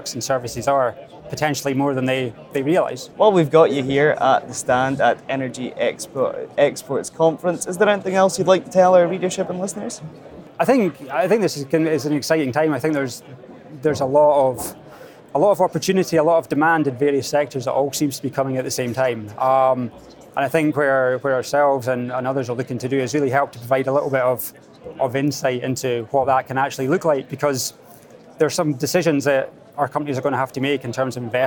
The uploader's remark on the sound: Next up at the Energy Exports Conference